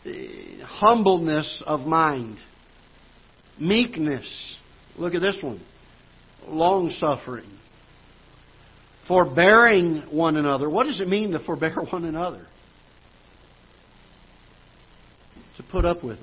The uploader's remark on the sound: Ketha Heights Baptist Church ~ Live Broadcast